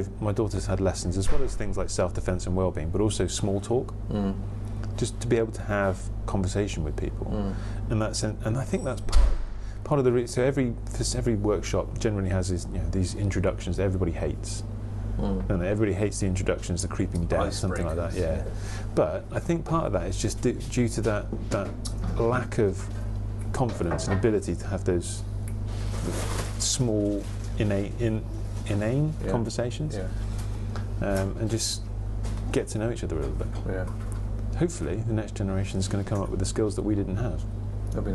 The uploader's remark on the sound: From The Cat & Custard Pot, Shipton Moyne, UK